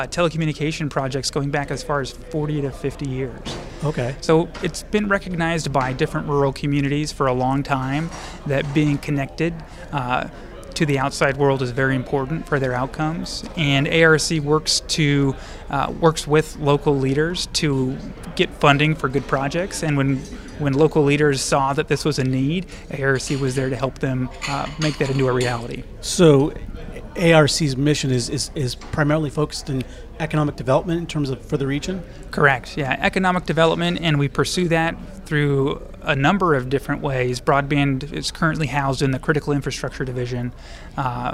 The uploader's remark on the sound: at the first-ever Upstate Rural Conference in Upstate New York